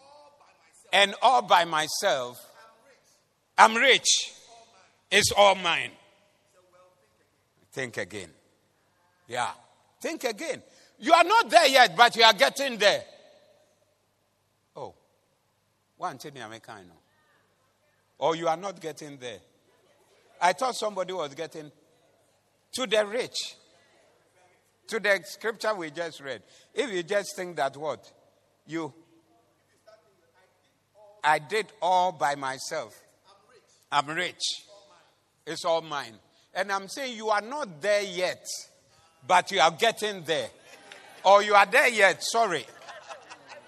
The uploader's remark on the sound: Preached at the Doxa Service 23072023